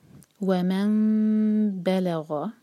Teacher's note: میم کی آواز کو ہم ہولڈ کریں گے 2 سیکنڈز کے لیے، مطلب 2 حرکہ لمبی، اور پھر اس کے بعد با کو ادا کریں گے. · Term: اقلاب